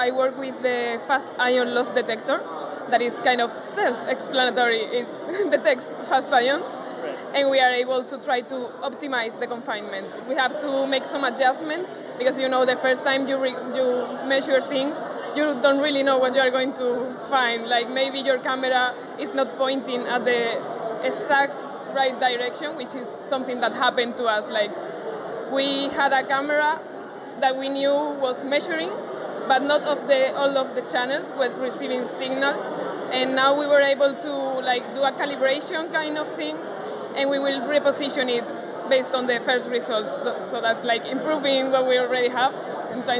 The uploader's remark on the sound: going live on location at the FuseNet PhD Event in Padua, Italy